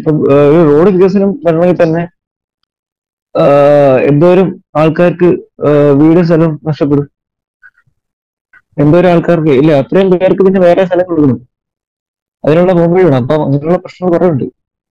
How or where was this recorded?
video call